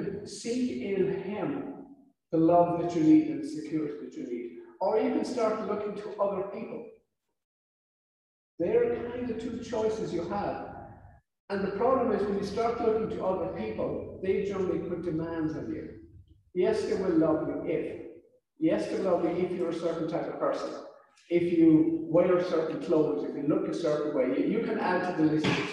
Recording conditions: poor sound quality